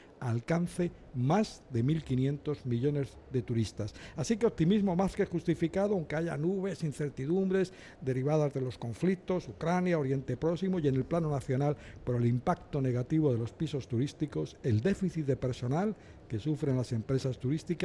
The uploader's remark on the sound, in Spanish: En directo desde el Pabellón 9 de IFEMA. En el marco de la 44ª edición de la Feria Internacional de Turismo que se celebra esta semana en Madrid.